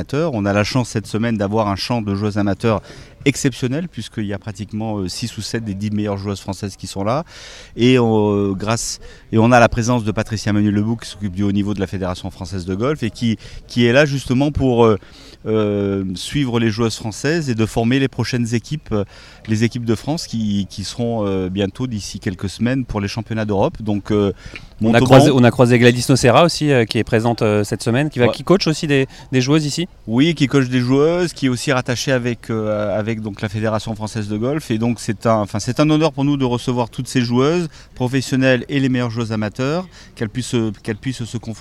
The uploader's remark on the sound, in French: Nous serons en direct du village Olympe de Gouges